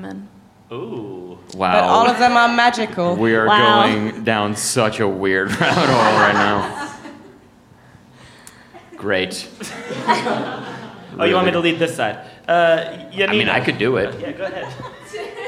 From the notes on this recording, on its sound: "piffle!" is recorded live at the Comedy Café Berlin in Berlin, Germany.